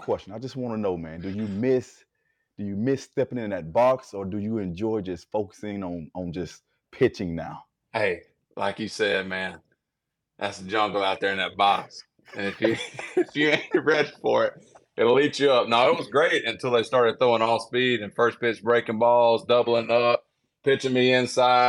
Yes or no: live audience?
no